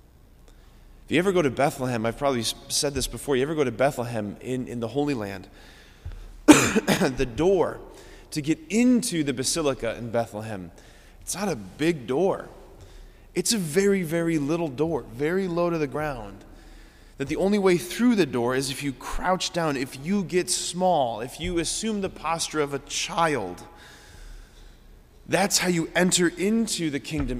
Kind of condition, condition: setting, large echoing room